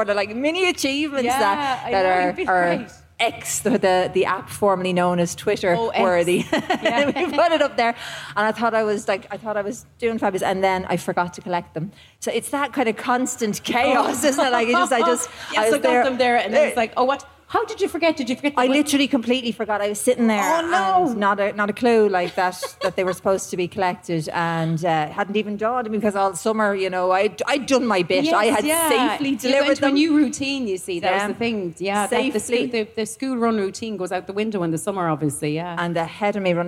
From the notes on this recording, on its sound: live from Electric Picnic!